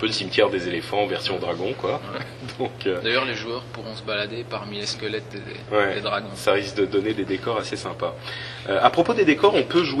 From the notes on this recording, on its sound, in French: En direct de la Blizzcon, nous discutons de cette première journée à Aneheim.